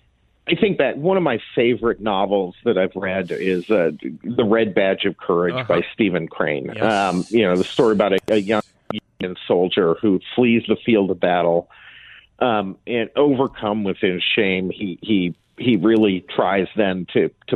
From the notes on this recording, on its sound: By phone for the full hour.